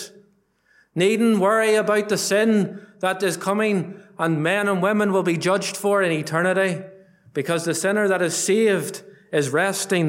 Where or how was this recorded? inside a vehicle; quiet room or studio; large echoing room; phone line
large echoing room